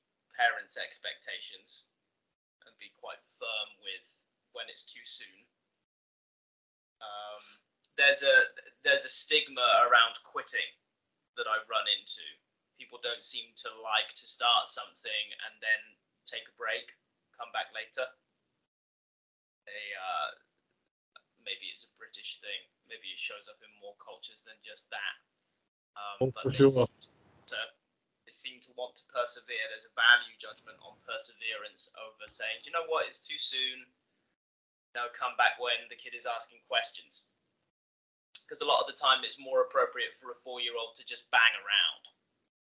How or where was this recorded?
video call